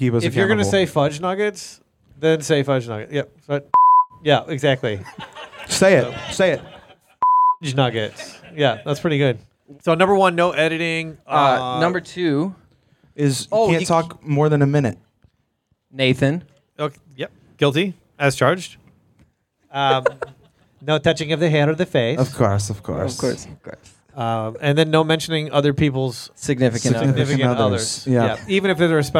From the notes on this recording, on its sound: The boys are live from the Villa at Theos Leader Retreat and things are going well, until the cops show up and shut down the pod. Live votes from the crowd. A tattoo story from the crowd.